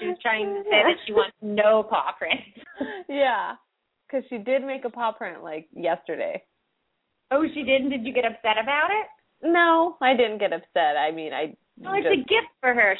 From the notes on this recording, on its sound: Open up the lines for listeners to call.